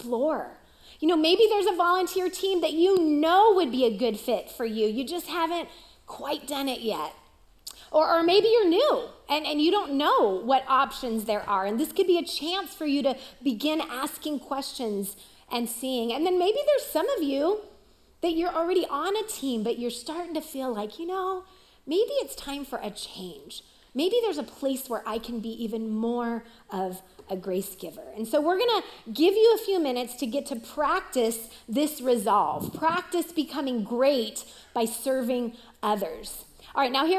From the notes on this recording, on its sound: Recorded live at CrossWinds Church on May 7, 2023.